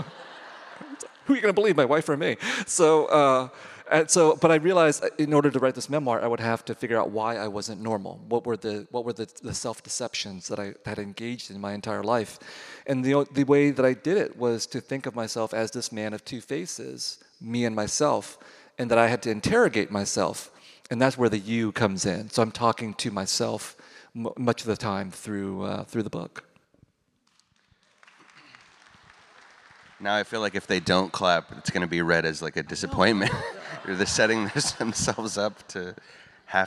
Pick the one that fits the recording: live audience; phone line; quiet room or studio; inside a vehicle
live audience